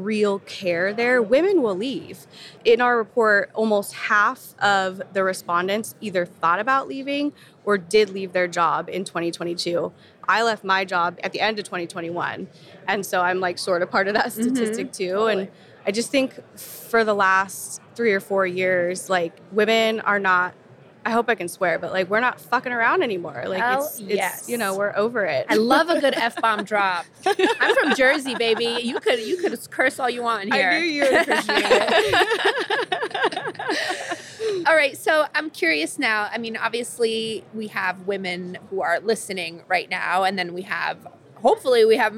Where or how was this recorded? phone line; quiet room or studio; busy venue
busy venue